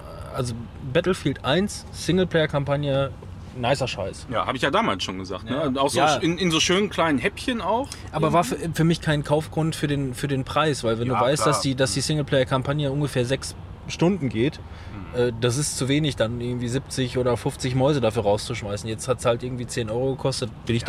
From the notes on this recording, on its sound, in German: Wir waren auch vor Ort und berichten euch in dieser Episoden live, über unsere Eindrücke der Gamescom 2018.